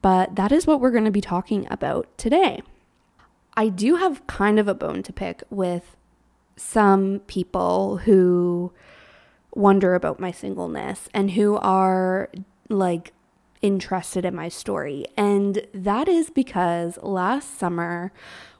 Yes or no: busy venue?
no